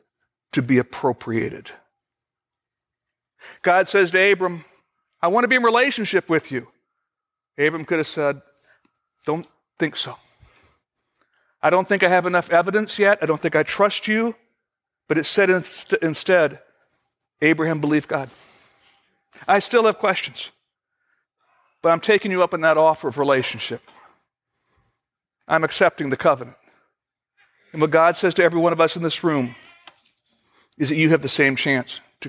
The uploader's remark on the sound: Originally recorded September 21, 2014, at Fellowship Missionary Church, Fort Wayne, IN.